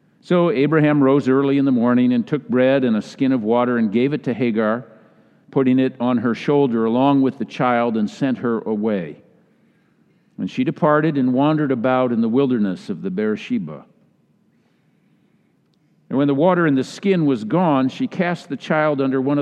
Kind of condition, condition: setting, large echoing room